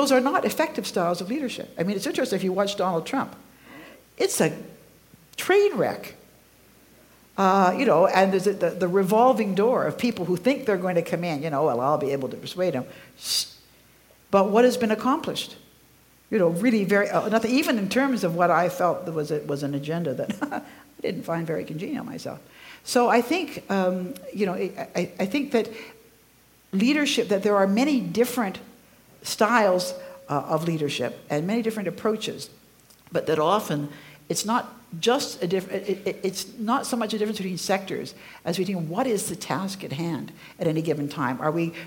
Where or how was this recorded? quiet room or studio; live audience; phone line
live audience